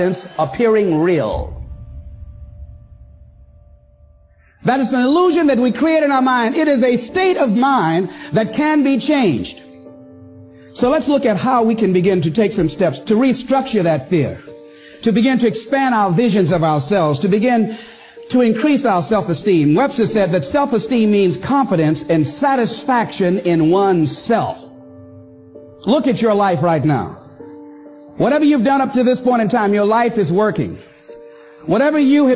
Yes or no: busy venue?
no